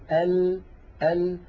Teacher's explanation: مخرج اللام كما ذكرنا سابقا من أدنى حافة اللسان لمنتهاها